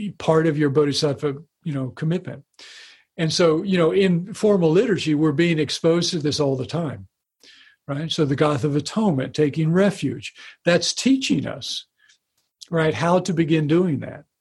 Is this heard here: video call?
yes